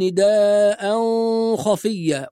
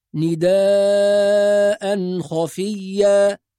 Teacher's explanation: بعض الناس يترك المد فيقول نداء خفية، وبعض الناس يعمل غنة فيقول نداء خفية، وهذا خطأ. فالنون الساكنة والتنوين إذا وقع بعدهم حرف الخاء يأخذ حكم الإظهار · Shown in: second take · يعني لازم نظهر النون الساكنة والتنوين، فنقول نداء خفية.